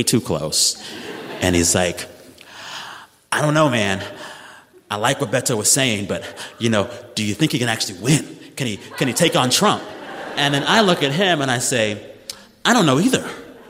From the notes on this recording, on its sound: Live From Des Moines, Iowa. For this special live edition of the show.